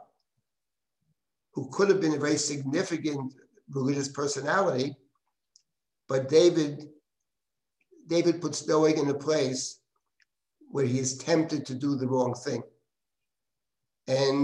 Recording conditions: video call